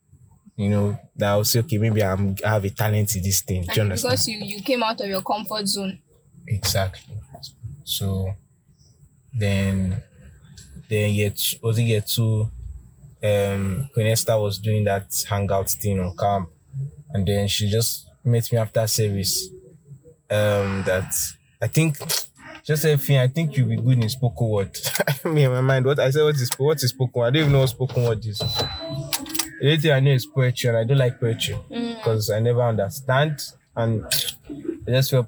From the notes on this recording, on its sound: A Conversation in the Car.